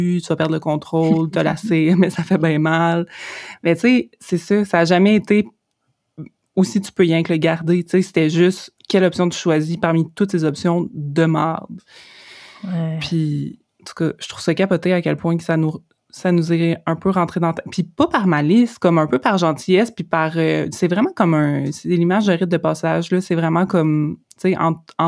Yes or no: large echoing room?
no